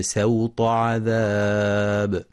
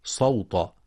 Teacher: وفي قوله سبحانه: فصب عليهم ربك سوط عذاب، يخطئ من يقرأ سوط بالصاد صوت، والصواب أنها بالسين مع مراعاة تفخيم الطاء بعدها والحذر من سحب التفخيم للسين · Shown in: first take